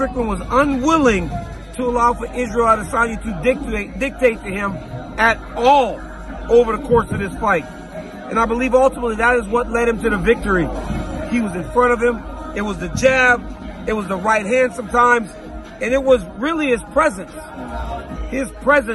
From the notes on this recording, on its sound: LIVE from the octagon in Sydney, Australia